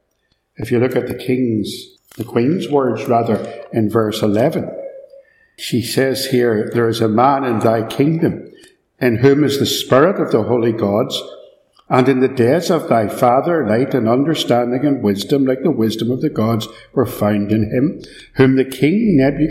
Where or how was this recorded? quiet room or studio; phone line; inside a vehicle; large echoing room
large echoing room